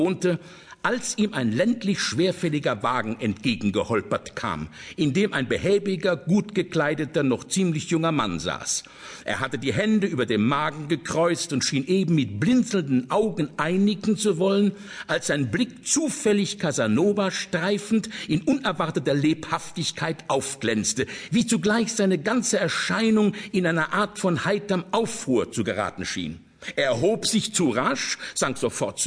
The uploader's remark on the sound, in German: Format: Original Recording. Eine atmosphärisch dichte Live-Lesung.